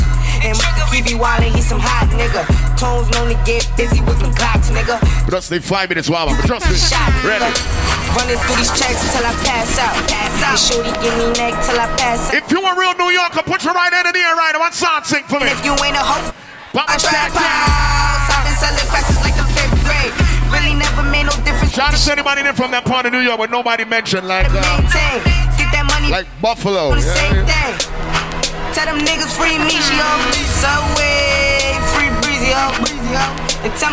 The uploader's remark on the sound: Tropical Fridayz 11/24/23 (LIVE AUDIO)